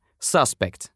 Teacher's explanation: Существительное suspect — подозреваемый. В нем, как вы слышите, ударение ставится на первом слоге.